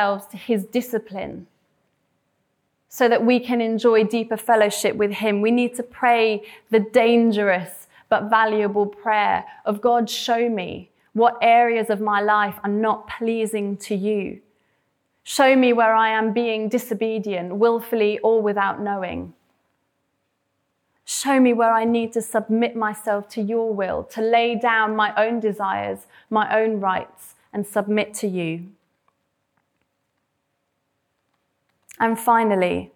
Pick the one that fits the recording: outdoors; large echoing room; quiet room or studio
large echoing room